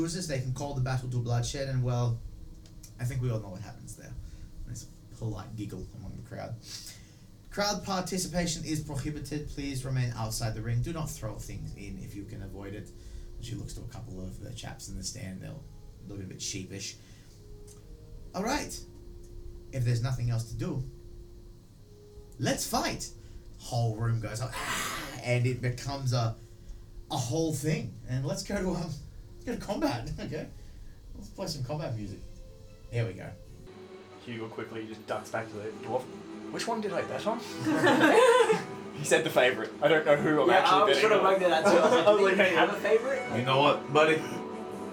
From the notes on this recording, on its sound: Please be wary of the audio shifts intermittently throughout the episode, we had audio interference and salvaged what we could!